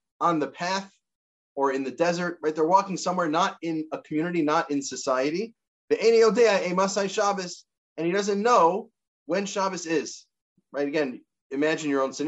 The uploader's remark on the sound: This audio was captured from Zoom. As part of Drisha's Spring Zman.